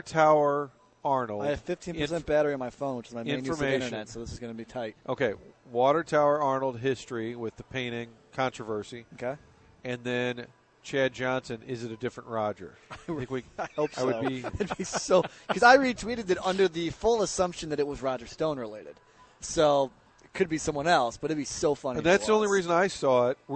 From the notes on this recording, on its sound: broadcasting live from Schnucks in Arnold